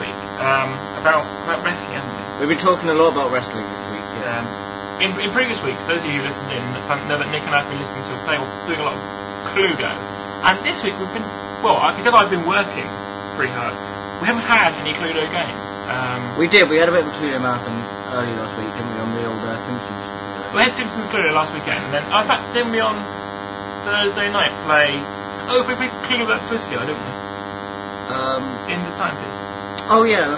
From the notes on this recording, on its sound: The recording quality is mostly pretty bad, due to an incoming phone call for most the show. Live from the Plymouth 'studios'.